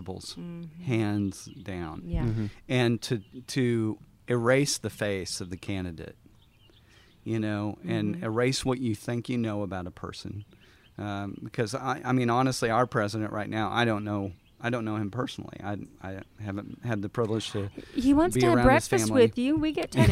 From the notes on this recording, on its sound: Recorded outside we've got some exciting stuff as a bird tries to steal our thunder!